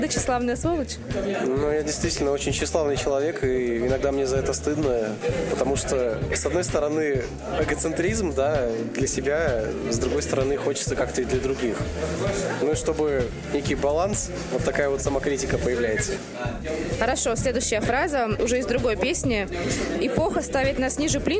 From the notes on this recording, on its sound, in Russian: В один из погожих осенних вечеров редакция Теплых Новостей встретилась с рэп-исполнителем. Встреча проходила в кафе с потрясающими бургерами Red29.